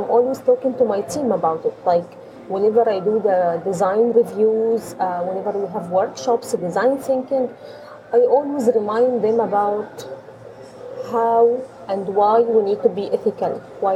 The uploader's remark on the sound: Recorded in a quaint coffee shop in Dubai.